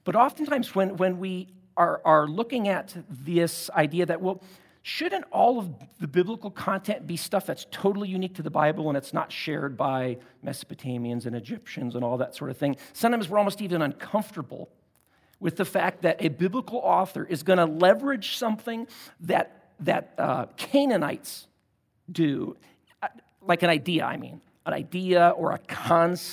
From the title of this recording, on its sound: at Timberline Church